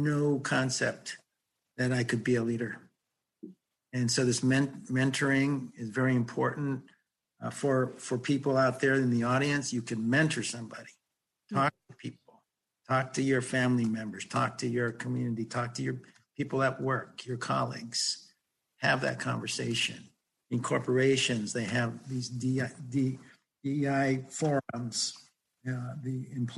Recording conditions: video call